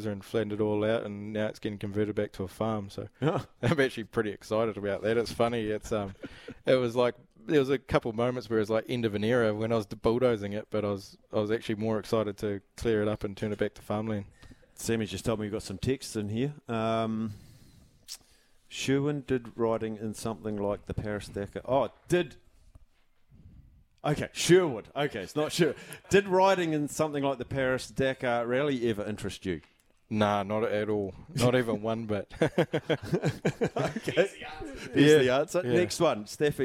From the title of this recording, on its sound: LIVE from the Slog Sweep Event in Palmy North